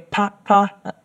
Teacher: So two low tones, and that would mean fan